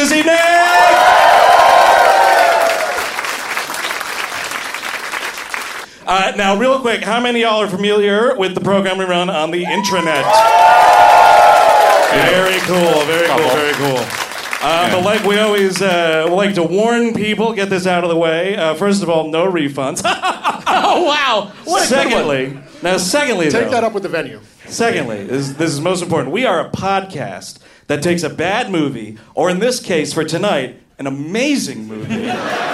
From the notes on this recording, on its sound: Recorded live at The Creative Alliance in Baltimore, MD. On the final Summer Vacation Live of 2018.